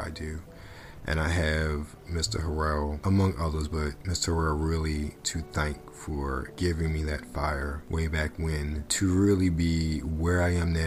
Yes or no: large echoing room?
no